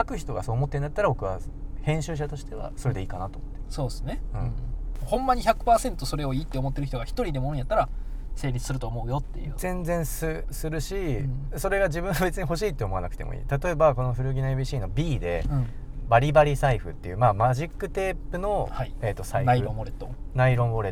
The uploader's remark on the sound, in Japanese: POPEYE Webに関わる編集チームらが普段おこなっているリアル通常業務（リサーチデー）の移動中を録音したまったりドライブ回となっています。